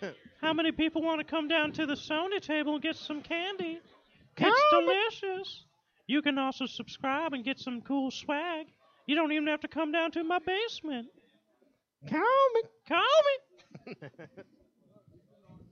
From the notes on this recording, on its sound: The recording of their LIVE remote show for the release party of the PlayStation 4!